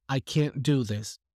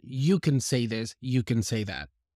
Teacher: the stress on the can lets you know that I'm using a negative · Shown in: first take · Term: stress the can